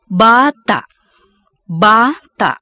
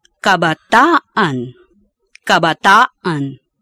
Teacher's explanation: The glottal catch is lost when a suffix is added after the final vowel. · Shown in: second take